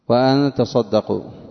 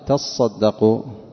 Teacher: قرأ عاصم وأن تصدقوا بتاء وصاد مخففة، والباقون من العشرة قرأوا بتشديد الصاد